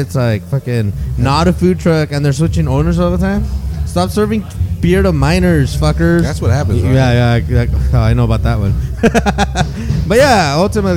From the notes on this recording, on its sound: We are back at the Press Club in Seaside for their monthly open mic night. For the last year, people have been gathering on Fremont Blvd to read poetry, sing, and play all kinds of instruments.